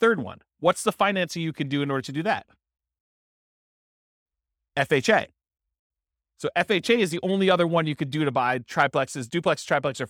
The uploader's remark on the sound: This was a live class recorded